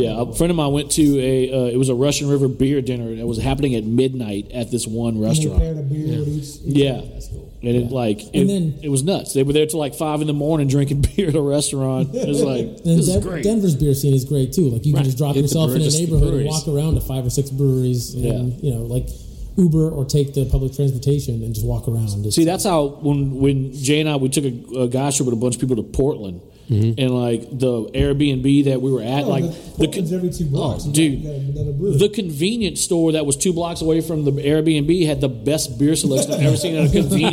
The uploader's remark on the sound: It's a Micro-Episode from Rally Cap Brewing in Baton Rouge